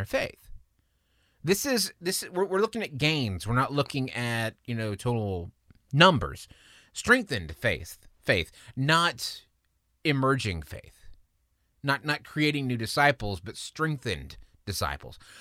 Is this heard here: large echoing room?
no